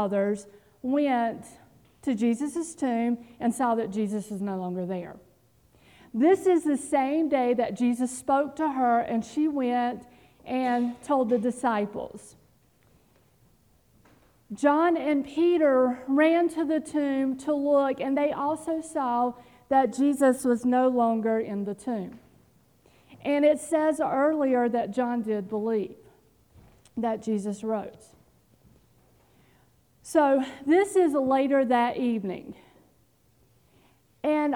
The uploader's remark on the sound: Audio recording from this morning&#8217;s in-person worship service. Here is our audio recording from this morning’s in-person worship service.